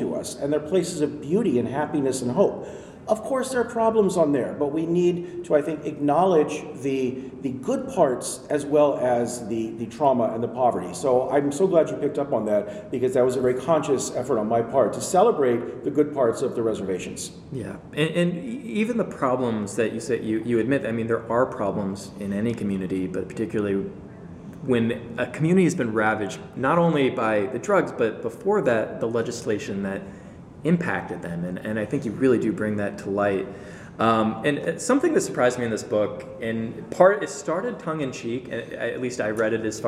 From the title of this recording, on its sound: LIVE from PLA 2020!